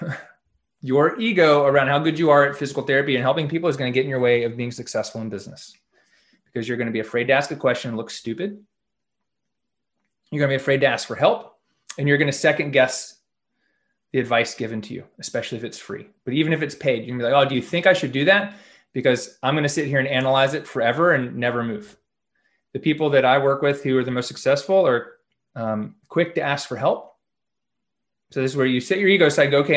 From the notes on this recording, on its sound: Call With UMass Lowell DPT Club. Shares his Zoom conference with UMass Lowell DPT Club.